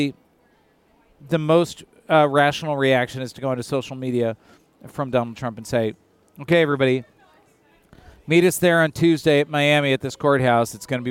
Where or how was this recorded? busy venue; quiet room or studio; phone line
busy venue